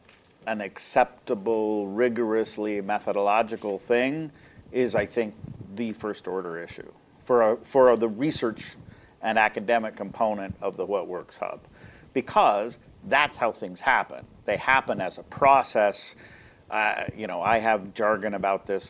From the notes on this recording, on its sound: This episode is a recording of a panel conversation that took place at the University of Oxford’s Blavatnik School of Government during the RISE Annual Conference in September 2023. For the purposes of clarity and length, this podcast is an edited version of the conversation.